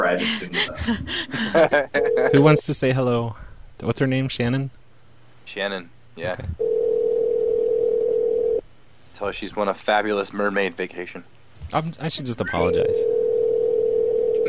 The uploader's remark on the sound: Prank Phone Calls.